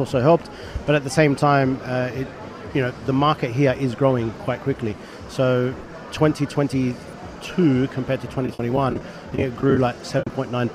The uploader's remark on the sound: THE AGENDA LIVE AT GITEX GLOBAL. We broadcast live from the largest tech and start-up show in the world.